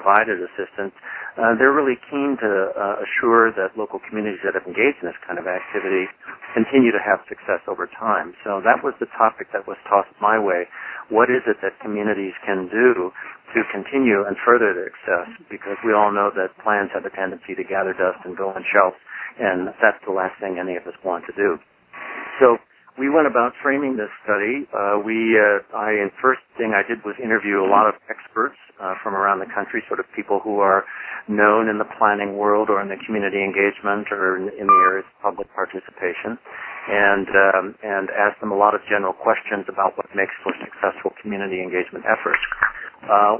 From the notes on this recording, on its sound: Call recorded on April 12, 2012.